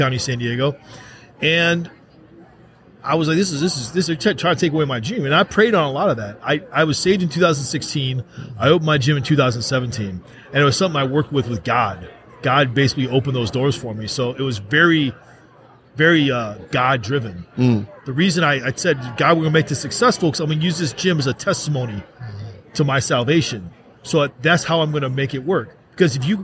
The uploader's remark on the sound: Live at AmFest